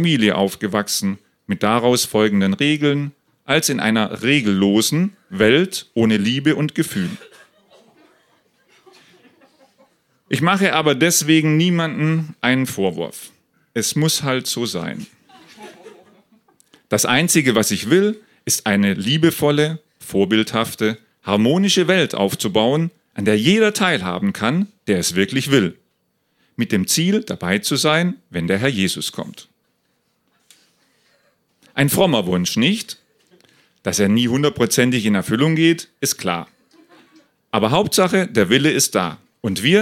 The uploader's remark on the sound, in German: Ausschnitte aus der Veranstaltung vom 09.03.2018 in der Hafenschänke Subrosa, Dortmund. Heißen Dank an das Subrosa, unser tolles Publikum.